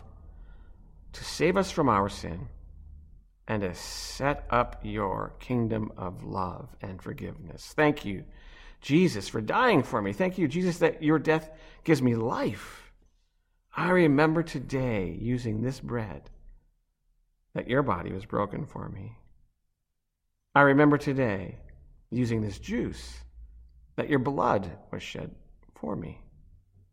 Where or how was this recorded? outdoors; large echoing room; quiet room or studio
large echoing room